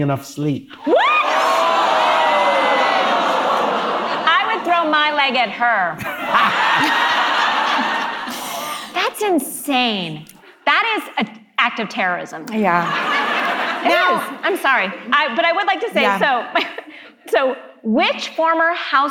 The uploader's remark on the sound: In front of a live audience. With thanks to the recording team at the Live Talks Los Angeles event at Aratani Theatre in downtown Los Angeles.